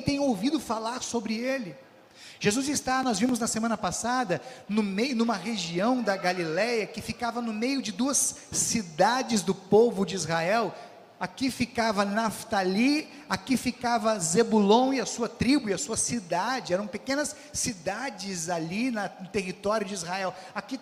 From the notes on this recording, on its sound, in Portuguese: Mensagem proferida no culto ao vivo do dia 29 de janeiro de 2023, da Congregação Evangélica Luterana da Esperança, de Brasília (DF).